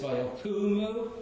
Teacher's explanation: It's always stressed on the kuf.